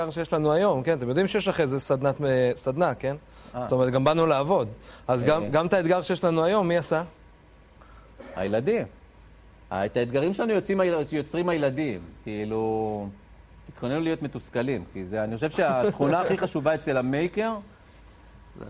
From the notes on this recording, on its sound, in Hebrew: באירוע לייב. הפרק הוקלט במסגרת אירועי "ערב שכולו חינוך" במועצה אזורית דרום השרון.